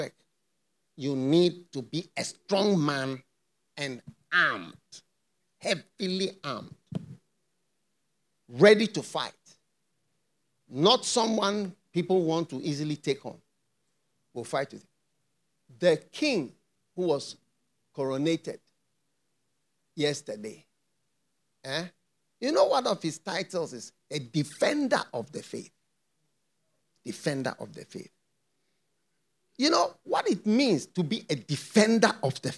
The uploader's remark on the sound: Preached at the FLOW Church Service.